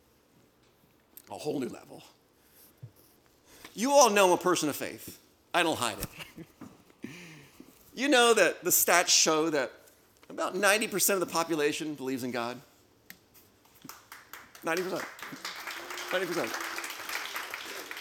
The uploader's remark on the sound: LIVE recording. Blue Ridge Estate Vineyard & Winery hosted their first Personal Growth Day, where five top-tier motivational speakers from the US and Canada delivered presentations.